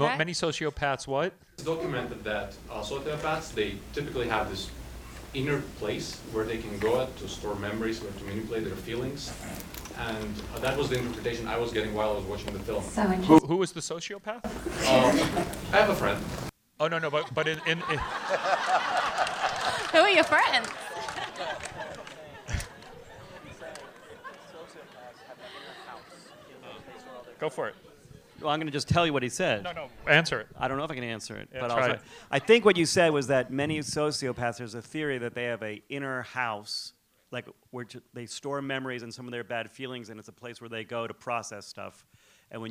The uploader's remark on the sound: Recorded 9/16/17 at the Landmark in Los Angeles.